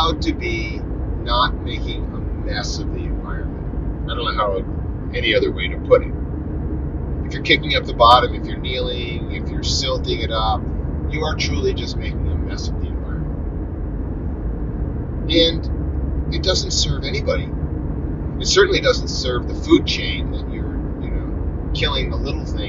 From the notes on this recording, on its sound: Carcast. A monologue I recorded in my car. After I apologize for the crappy audio quality.